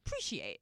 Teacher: he almost doesn't say the A. He's kind of like, appreciate.